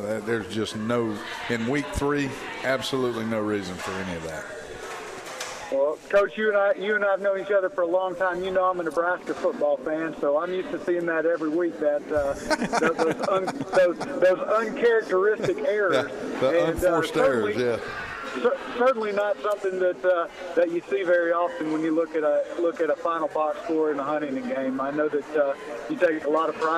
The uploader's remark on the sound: at the live broadcast of the show at Moe's Original Barbecue in Old Cloverdale